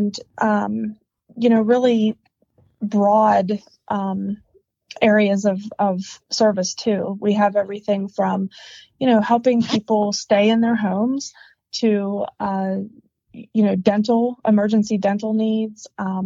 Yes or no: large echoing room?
no